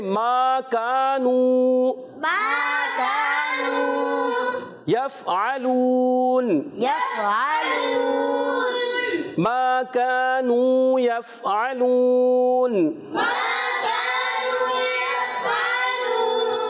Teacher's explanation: آپ نے کا الف بھی نہیں ختم کرنا اور واؤ مدہ بھی ختم نہیں کرنا، اس کو پورا ادا کرنا ہے, تو اس لیے اس کو کھینچنا بہت ضروری ہے. تو